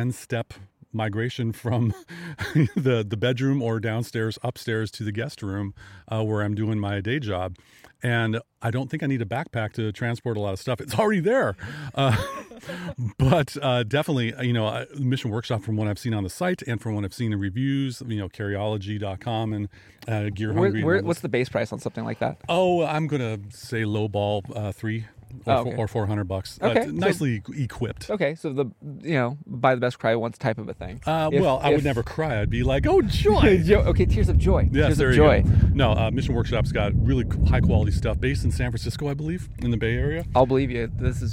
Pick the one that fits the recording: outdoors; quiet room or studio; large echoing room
outdoors